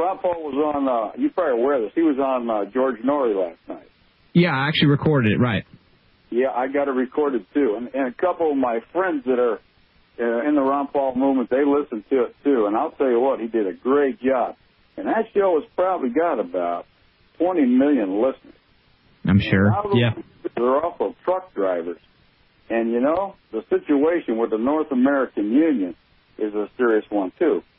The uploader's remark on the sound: We cover the latest news and take your phone calls in this episode.